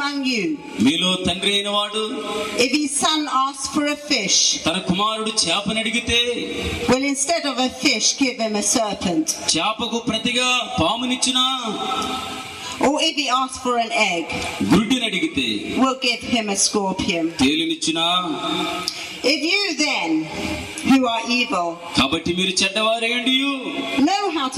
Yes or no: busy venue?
yes